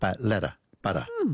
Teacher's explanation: All your tongue does is bounce off the roof of your mouth, and it's called a flap in linguistics